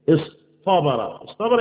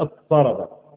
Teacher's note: بنقلب التاء الى المطبق المقابل بتاعها